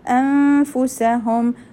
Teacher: Noon sakin followed by a letter of ikhfa. So we will hide the sound of noon and followed by the fa.